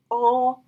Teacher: 后元音，就是你的这个口型要张大啊，尽量张大